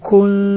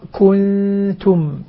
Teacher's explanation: أضم الكاف وأضم التاء وأسكن النون بينهما تطلع سليمة واضحة · Shown in: second take · Term: إخفاء النون